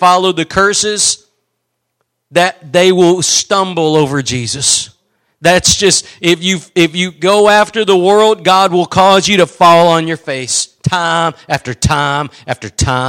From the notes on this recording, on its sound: Preached at Gospel Lighthouse in Bossier City, La.